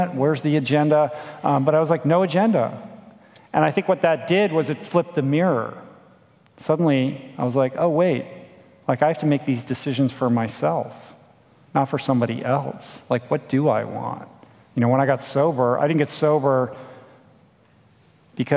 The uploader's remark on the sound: a fun, dynamic Q&A session from our Plantpower Australia event in Melbourne, Australia, recorded March 2017